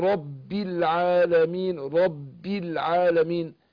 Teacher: لما تكون مشدده التمكين بيكون اشد الضم يعني الكز الشفة على الشفة